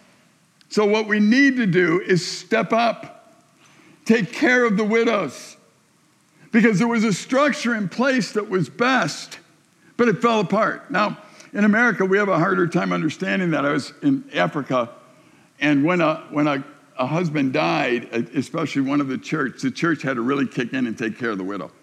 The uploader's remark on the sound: A message delivered to the summer staff and volunteers at Silver Birch Ranch, June 2020